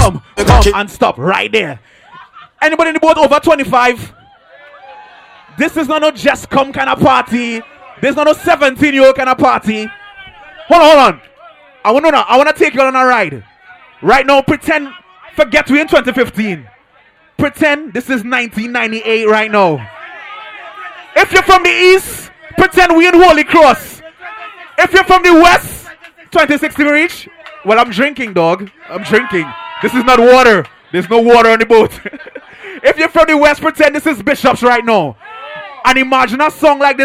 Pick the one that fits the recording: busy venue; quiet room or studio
busy venue